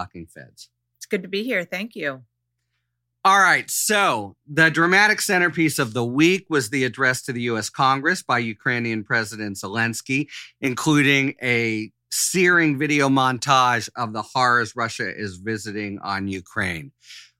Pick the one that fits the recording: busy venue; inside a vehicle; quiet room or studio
quiet room or studio